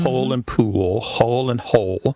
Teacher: And that L at the end of the syllable is what is known as a dark L. So the physical act of pronouncing that dark L kind of requires the back of the tongue to raise toward your soft palate.